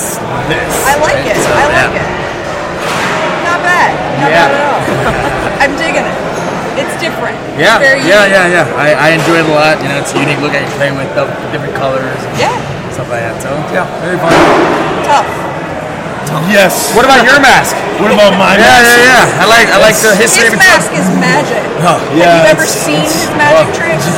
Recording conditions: background noise